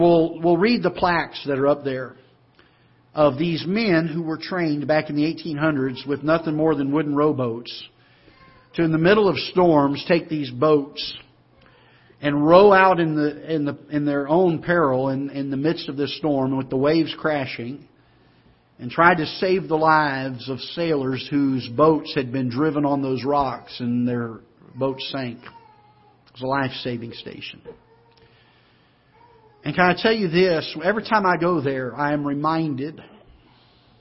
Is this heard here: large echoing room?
yes